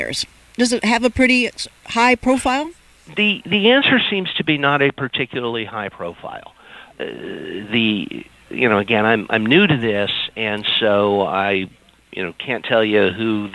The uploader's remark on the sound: Dials in an appearance from the 85th annual US Conference of Mayors in Washington, D.C.